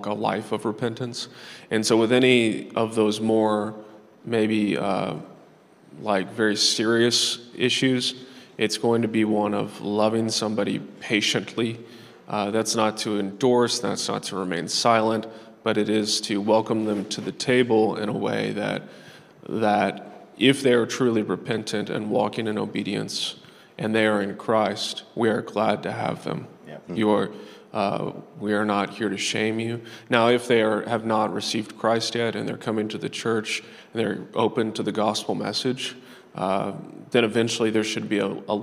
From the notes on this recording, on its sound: This episode was recorded like at the 2023 King's Domain Conference